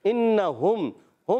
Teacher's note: इजहार शफवी। जी हाँ, और गुन्ना नहीं करेंगे, मीम को खूब जाहिर करेंगे